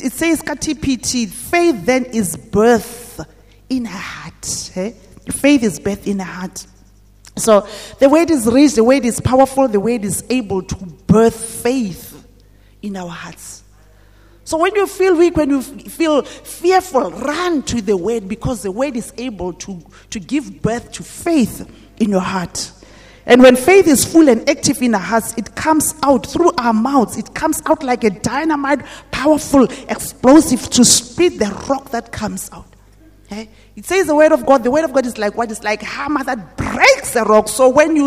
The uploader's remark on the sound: at GTCFC City Campus at the morning service